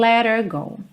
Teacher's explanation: Esse H, por ser uma consoante um pouco mais frágil, ele acaba podendo ser omitido, tá? Não é obrigatório, mas acontece muito.